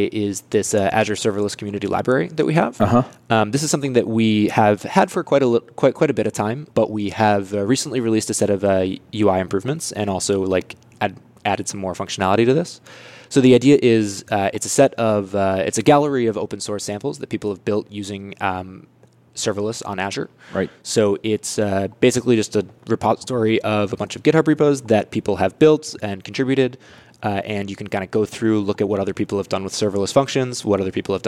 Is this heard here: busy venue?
yes